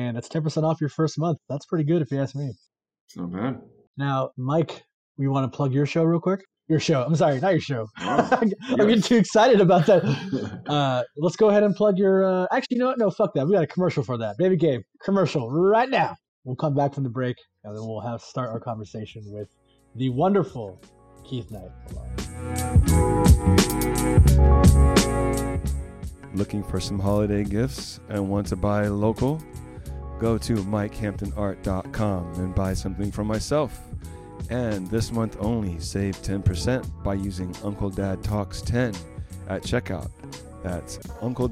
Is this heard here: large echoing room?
no